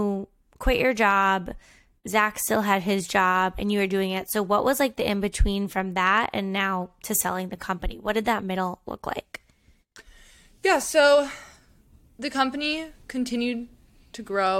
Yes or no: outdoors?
no